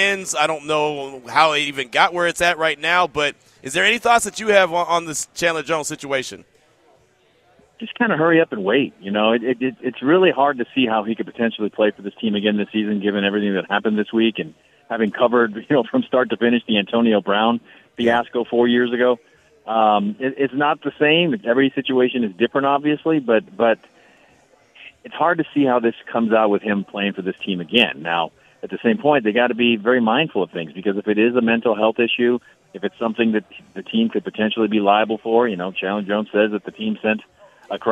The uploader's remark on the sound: LIVE AT BUFFALO WILD WINGS